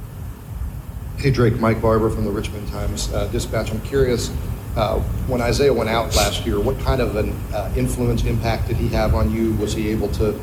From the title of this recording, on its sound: FULL NC STATE PRESS CONFERENCE, ACC KICKOFF 2022